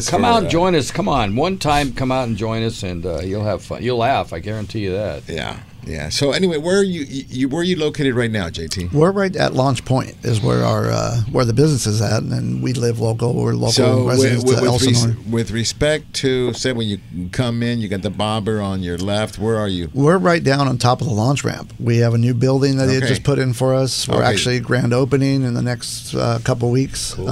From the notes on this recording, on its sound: "LIVE" from Angel Stadium in Anaheim, CA ...